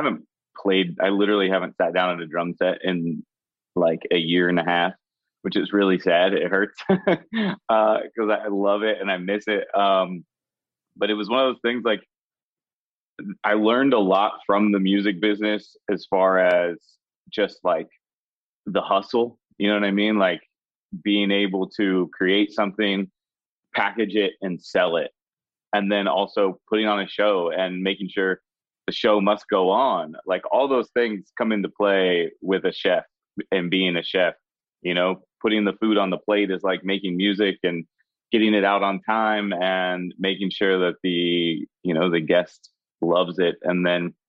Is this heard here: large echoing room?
no